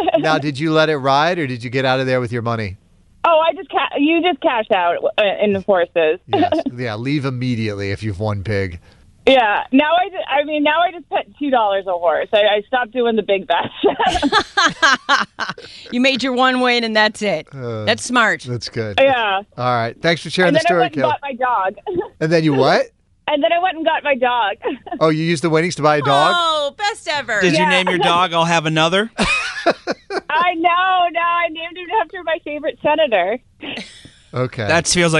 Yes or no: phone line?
yes